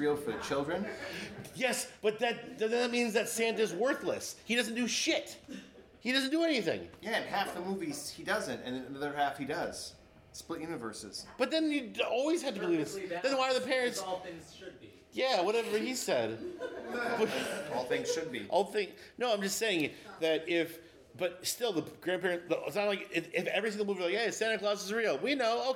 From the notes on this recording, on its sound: finally have a crowd to listen to them talk